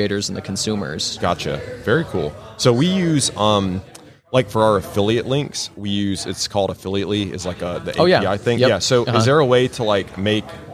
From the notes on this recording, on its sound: LIVE from HAVEN 2022